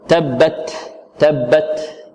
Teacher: وإما مهموس، مثل التاء والكاف. لماذا لم نقلقل التاء؟ لأنها مهموسة. · Term: الهمس